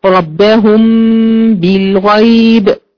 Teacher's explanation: هضم الميم إلى الباء وأخرج غنة · Term: إخفاء شفوي